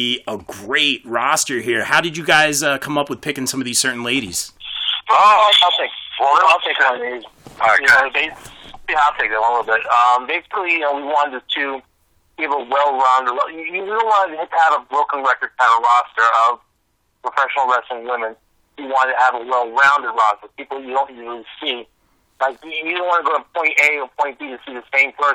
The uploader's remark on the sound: The Founders and Directors of Titan Championship Wrestling call into the show